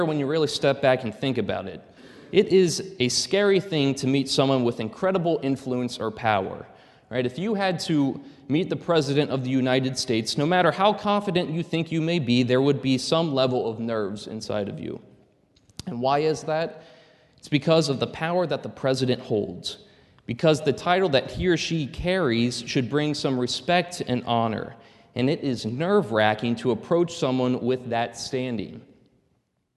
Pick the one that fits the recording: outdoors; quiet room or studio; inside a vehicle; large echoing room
large echoing room